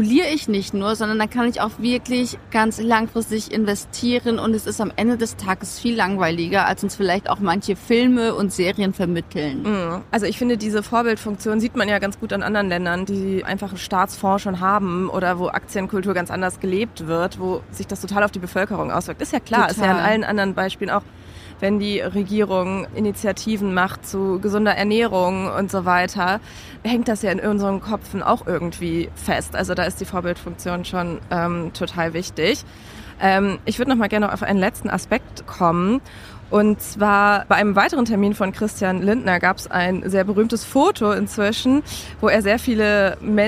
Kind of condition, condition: setting, busy venue